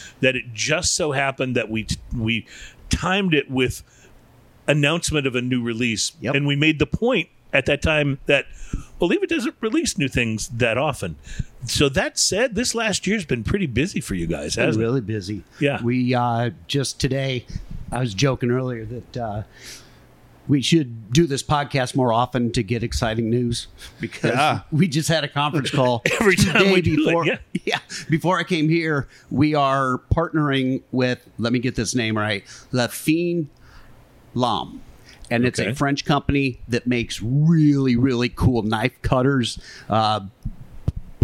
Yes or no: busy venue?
yes